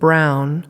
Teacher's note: You don't say the B and then rapidly sequence into the R position. We engage in what has been called the co-articulatory effect, where while we're positioning for one phoneme, we're also preparing for another one at the same time.